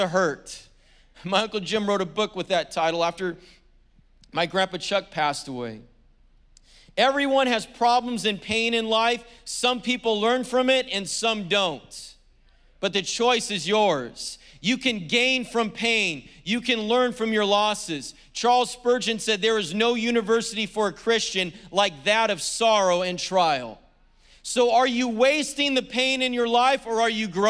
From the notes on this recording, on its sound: was preached on February 20th at the 10AM service.